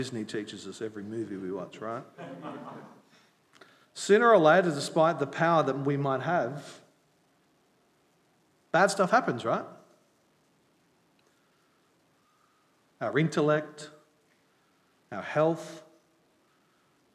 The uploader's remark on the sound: At Night Church on Sunday 10 July 2022. Grace Anglican Church.